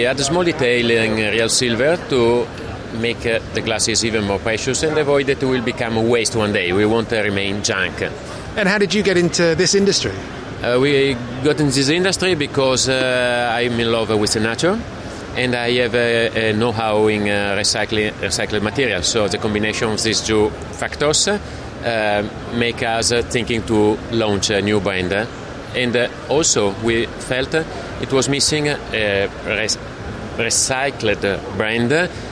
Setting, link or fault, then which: setting, busy venue